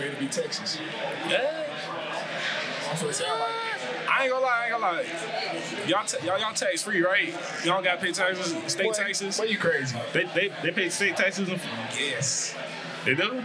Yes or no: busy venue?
yes